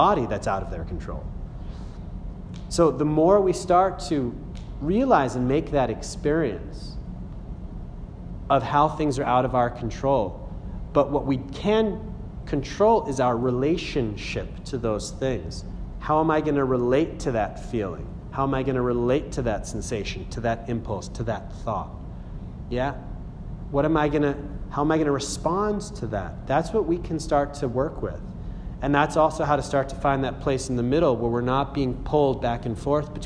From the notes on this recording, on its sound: A talk that answers a series of questions from a Group in the middle of an 8-week series, Acton MA, 3/15/18